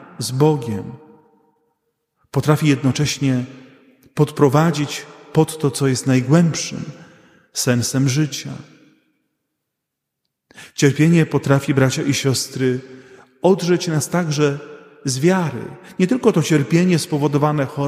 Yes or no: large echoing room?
yes